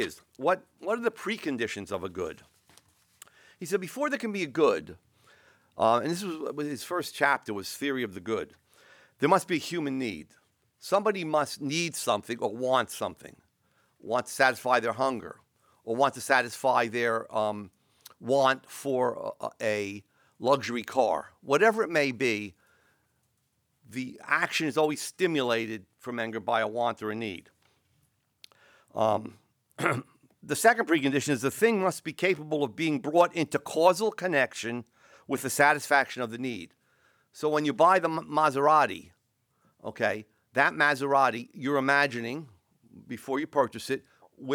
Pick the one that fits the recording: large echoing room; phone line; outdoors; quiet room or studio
large echoing room